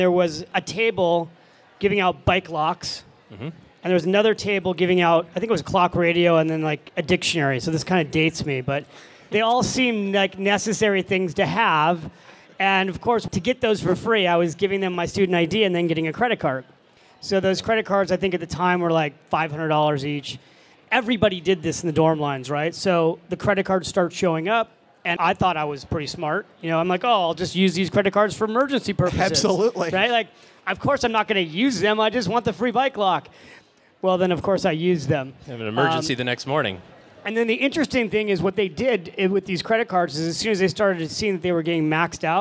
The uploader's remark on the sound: Live From FinCon '17. A few lucky listeners in our live audience.